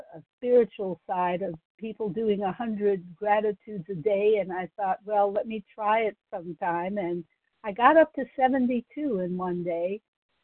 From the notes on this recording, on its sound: Qualification from the 100 Pounders Phone Meeting.